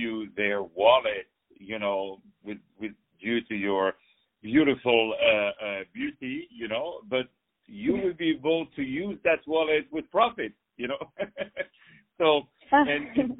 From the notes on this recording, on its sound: On the phone